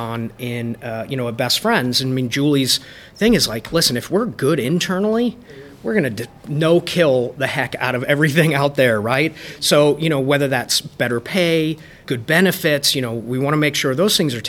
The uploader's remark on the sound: During this year's Best Friends National Conference in Raleigh, North Carolina, we interviewed several industry leaders for the podcast.